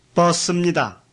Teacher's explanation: remember that 입니까 and 입니다 drop their first 이 when they follow words ending in a vowel. For example, 버스입니다.